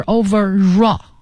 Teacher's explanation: 它要连在一起读，所以 r 结尾的词加元音开头的这种连读